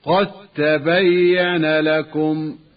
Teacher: يجب فيها الإدغام، وهي الدال في التاء